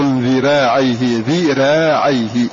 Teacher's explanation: فترقق هذه الراء لأنها سبقت بكسر متصل بها · Term: مرققة